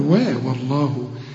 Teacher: وطبعا اللام انت عارف ما دام مضمومة يبقى لفظ الجلالة هنا مفخم، والله طبعا انت عارف ان الواو اللي بتسبق لفظ الجلالة لابد ان احنا نرققها